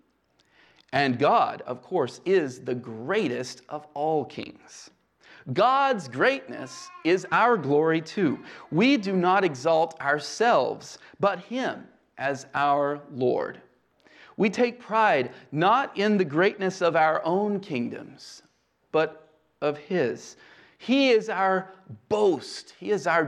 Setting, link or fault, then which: setting, large echoing room